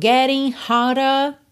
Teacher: Sem enrolar os R's e com rarara no D.